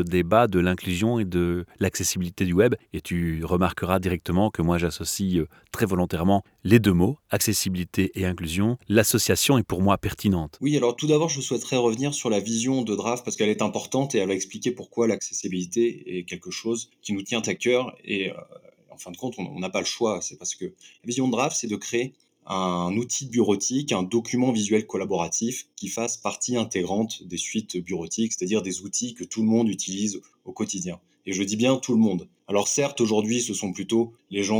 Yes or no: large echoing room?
no